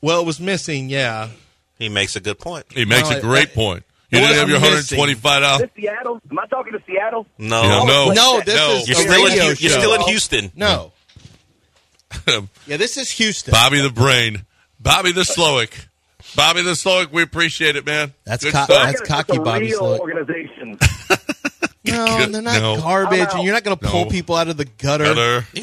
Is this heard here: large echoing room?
no